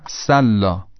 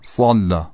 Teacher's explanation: هم سین صافیر داره هم صاد، یعنی هم سین سوت داره هم صاد. اون چیزی که تفاوت بین این دو رو ایجاد میکنه اینه که صاد درشت تلفظ میشه اما سین خیلی معمولی.